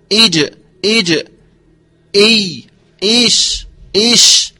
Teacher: والمعنى أن هذه الحروف تخرج من وسط اللسان وما يقابله من الحنك الأعلى، ويراعى ترتيب الناظم الجيم ثم الشين ثم الياء، وتسمى هذه الحروف بالحروف الشجرية بسكون الجيم نسبة إلى شجر الحنك الأعلى، وهو الغار أو السقف، يعني تخرج من وسط اللسان مع ما يحاذيها من سقف الفم